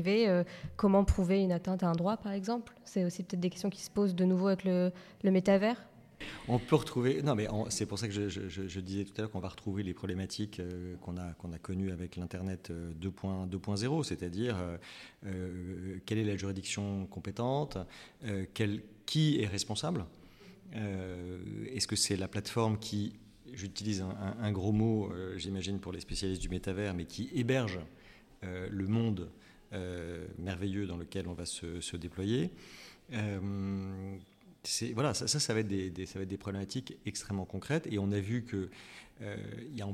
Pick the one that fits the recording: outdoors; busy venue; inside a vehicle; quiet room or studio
busy venue